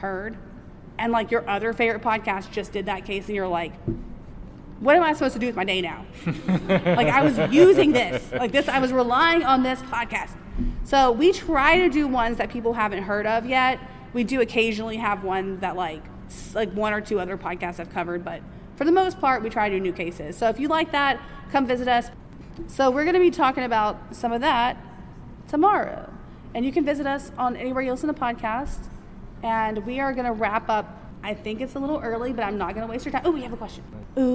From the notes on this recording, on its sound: The audio is a little rough on this episode because we recorded it live at our very first convention! However, I have edited it.